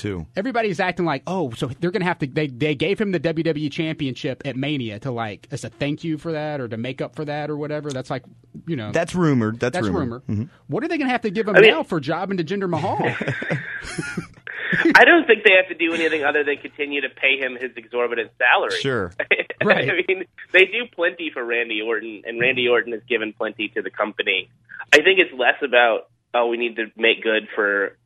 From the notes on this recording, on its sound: the guys take your phone calls!